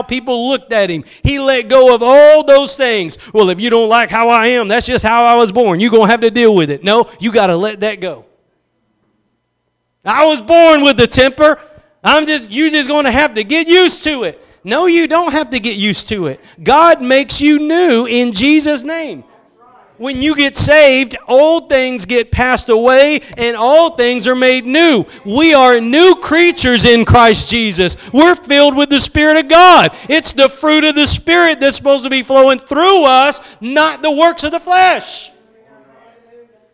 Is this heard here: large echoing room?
yes